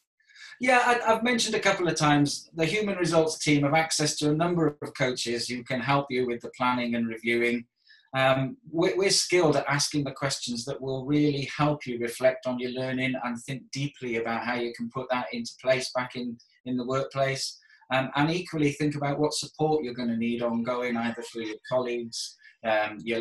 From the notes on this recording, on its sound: This video was recorded over Zoom during the lockdown for Coronavirus in May 2020.